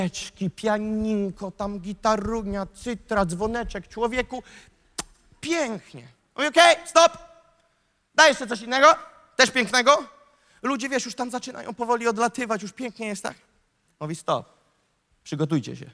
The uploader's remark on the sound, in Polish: Nauczanie zostało nagrane podczas Sesji 4 konferencji „Czas Poruszenia vol.3 | Warszawa”.